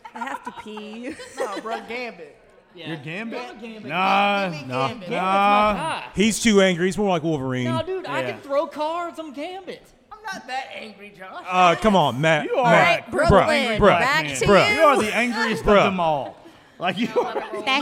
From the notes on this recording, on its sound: Holiday Special Live From Sophia's.